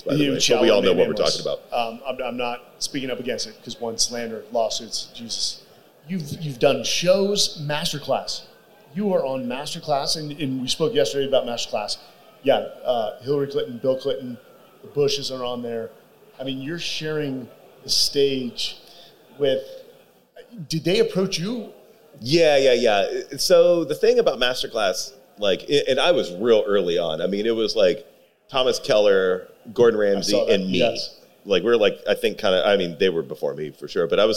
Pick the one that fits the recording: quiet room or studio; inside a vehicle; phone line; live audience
live audience